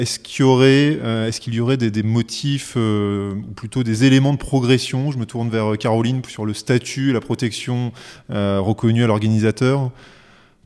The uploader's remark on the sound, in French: Cet épisode a été enregistré en marge de la conférence « Les défis du sport face à la propriété intellectuelle », organisée par l'Association des Masters du CEIPI (AM CEIPI) et la Commission ouverte de droit de la propriété intellectuelle (COMPI) de l'Ordre des avocats du Barreau de Paris.